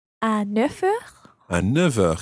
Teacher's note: your neuf, the F of neuf, becomes more like a V when you're following it on with something else.